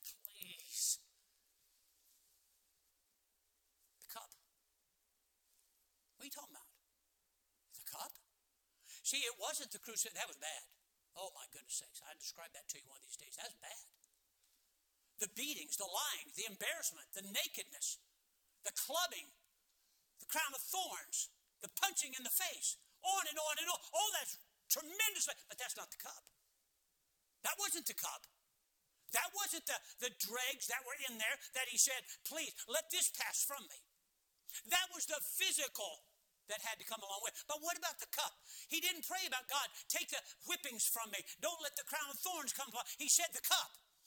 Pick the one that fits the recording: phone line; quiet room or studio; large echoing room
large echoing room